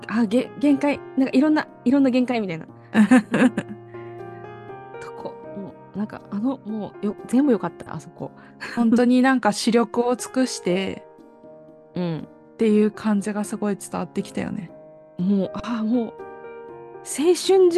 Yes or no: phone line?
no